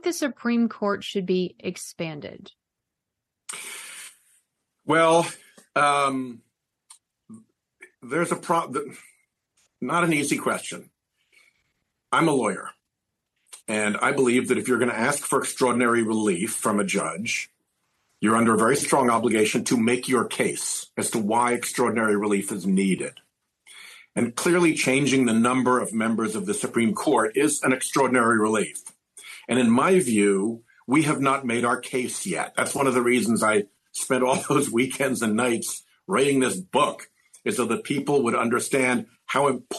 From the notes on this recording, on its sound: This program was recorded via video conference on November 7th, 2022 by the Commonwealth Club of California.